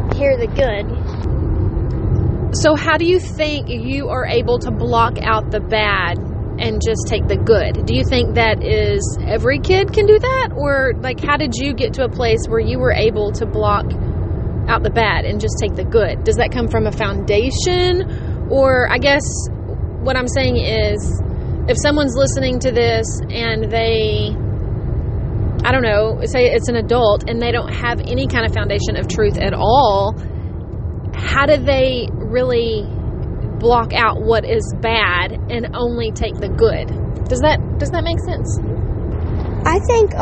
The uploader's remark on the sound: completely unedited and recorded from the car